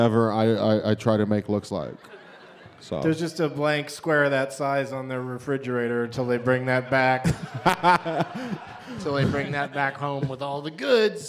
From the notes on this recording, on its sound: Live from Hilarities in Cleveland